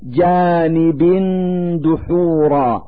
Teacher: في هذا المثال كسرتان تحت الباء من كلمة جانب، نلفظ هاتين الكسرتين نونا ساكنة من مخرج الدال من كلمة دحورا